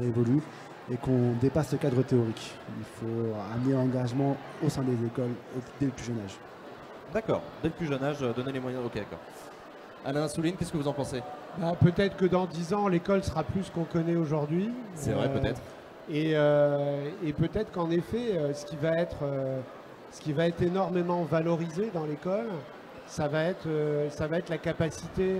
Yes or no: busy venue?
yes